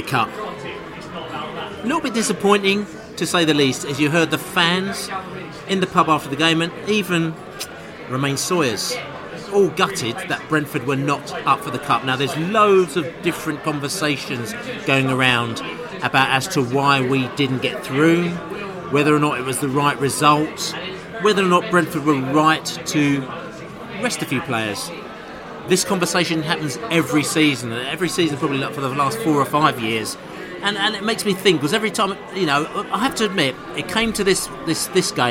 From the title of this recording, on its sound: pre-match podcast from the pub